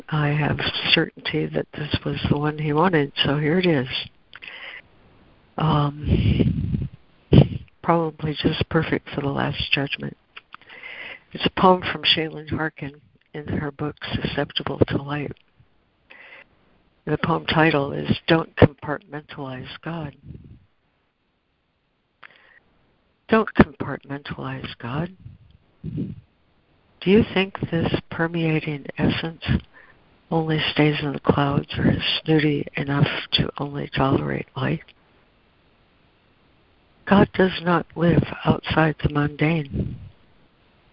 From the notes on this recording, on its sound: ACIM Daily Conference Call.